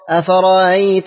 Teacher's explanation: سنت قرأت لقالون سهلت الهمزة الثانية بين بين في قوله أفرأيت · Term: تسهيل الهمزة الثانية